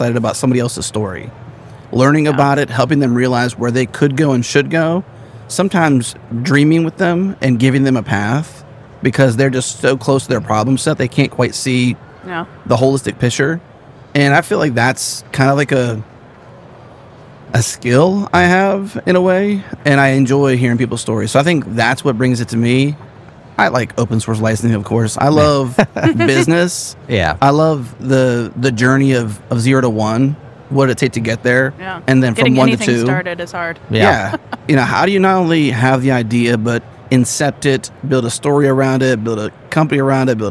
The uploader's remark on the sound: Amid the bustling atmosphere of KubeCon